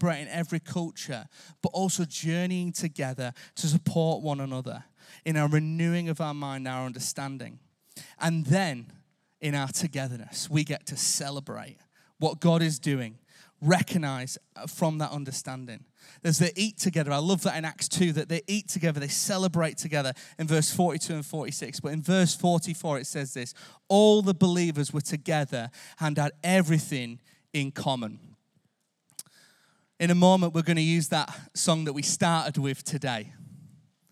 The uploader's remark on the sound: Recorded live at Life Church Lancashire on Sunday 29th October 2023.